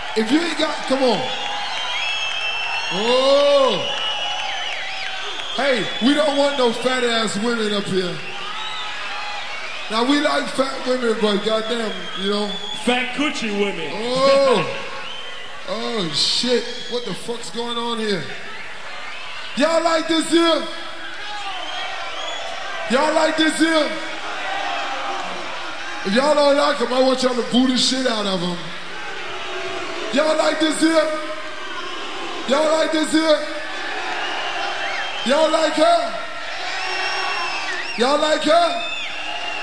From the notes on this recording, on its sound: the second side of the live in concert tape